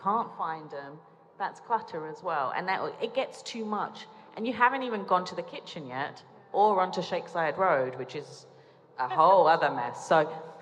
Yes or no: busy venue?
yes